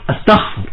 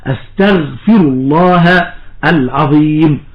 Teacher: الذي حدث هنا أن الغين وهي من حروف الجهر انقلبت إلى حرف مهموس هو الخاء · Shown in: first take · فقال استغفر، والصواب استغفر الله العظيم.